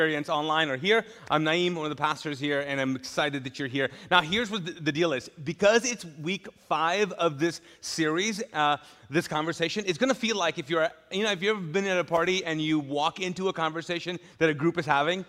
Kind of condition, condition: setting, large echoing room